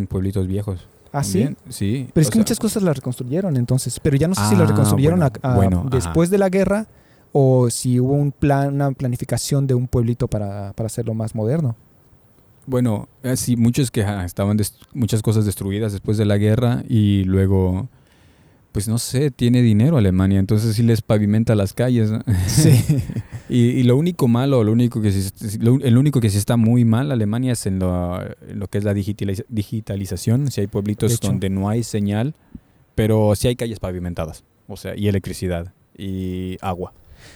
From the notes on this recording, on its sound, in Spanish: Este episodio lo grabamos al aire libre, en el centro de Berlín frente a las oficinas del nuevo canciller Olaf Scholz, así que una disculpa por el ruido del fondo.